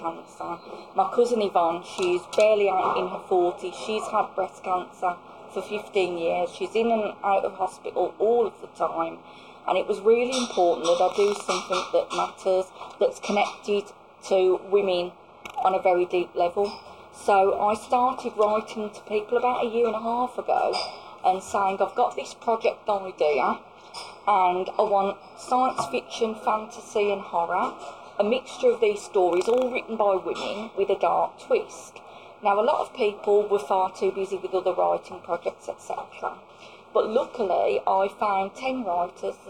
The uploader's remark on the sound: talking to us at the launch event for Her Dark Voice